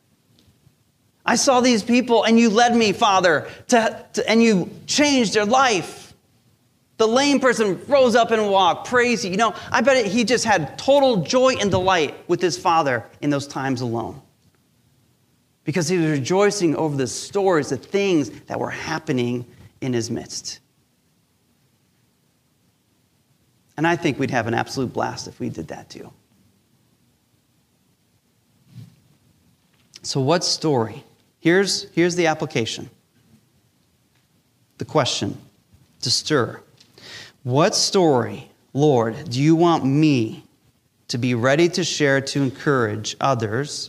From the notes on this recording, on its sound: Recorded live during our Sunday Service